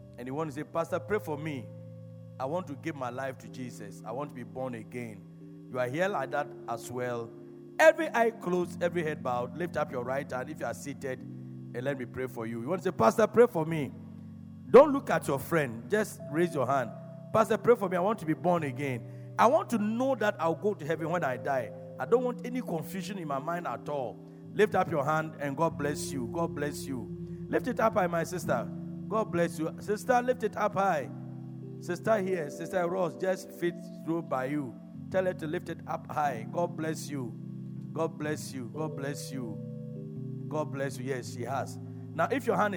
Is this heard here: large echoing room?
yes